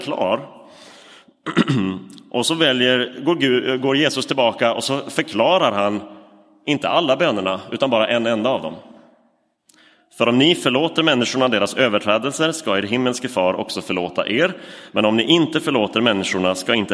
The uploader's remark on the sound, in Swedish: Inspelad i Roseniuskyrkan.